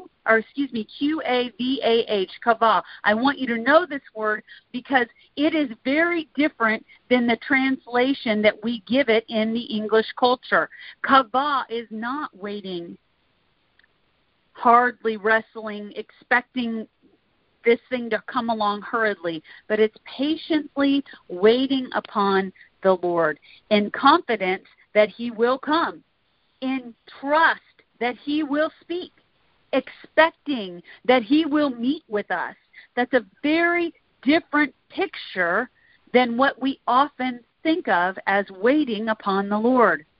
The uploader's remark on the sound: Recording from the weekly "Intercessors Arise!" conference/training call.